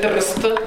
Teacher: non c'è nessuna vocale, perché diciamo che quella R lì può sostenere la sillaba da sola · Term: nucleo di sillaba